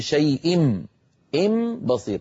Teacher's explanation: هنا صار النطق عبارة عن ميم، نطبق الشفتين على ميم ونجافيهما عن باء · Term: القلب